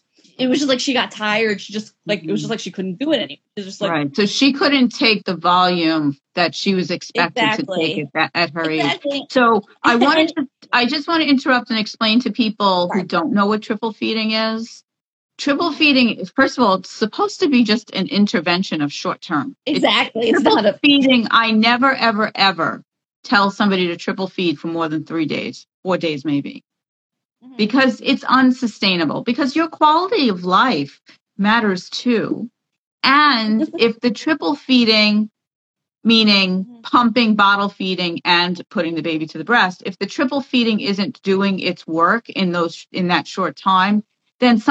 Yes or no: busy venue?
no